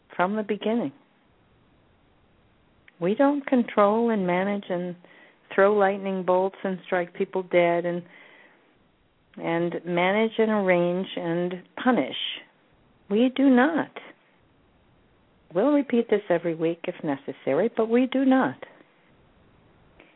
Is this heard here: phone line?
yes